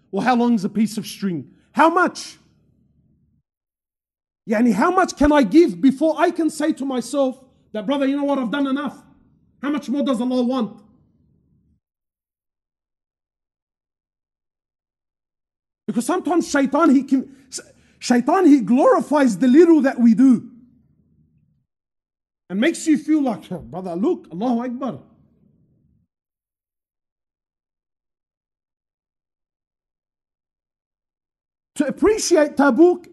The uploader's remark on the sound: Special Event From Masjid Al-Azhar, Belmore